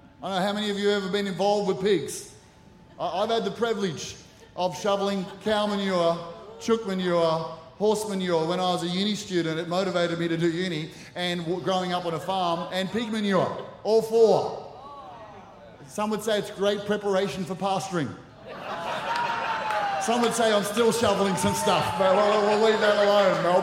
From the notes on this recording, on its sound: Recorded during our 9am service on Sunday, the 1st of October 2023.